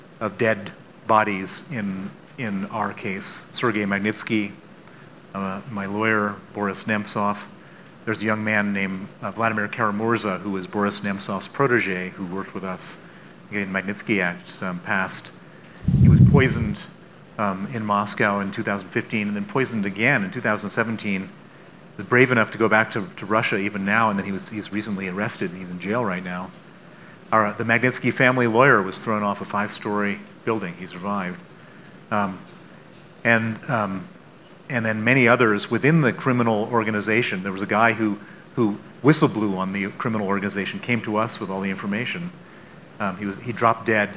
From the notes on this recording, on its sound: on stage at the Aspen Ideas Festival